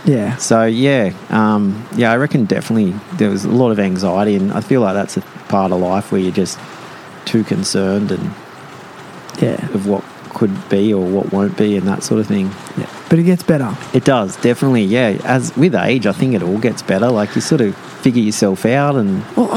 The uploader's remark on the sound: live and in-person at his store Quay Collective